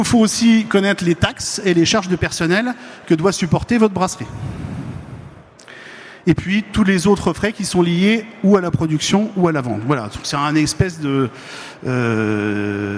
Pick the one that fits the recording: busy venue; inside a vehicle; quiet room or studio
busy venue